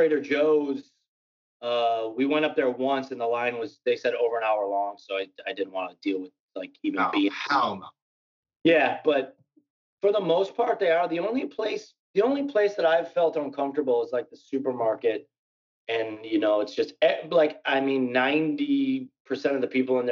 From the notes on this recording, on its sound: In the meantime, we did an episode via Skype.